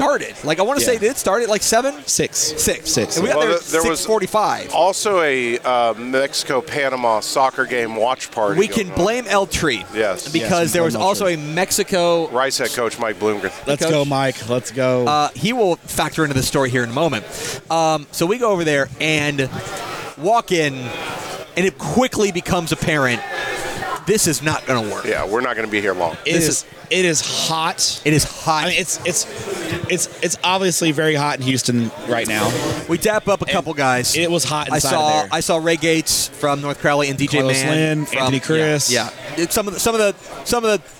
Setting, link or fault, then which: setting, busy venue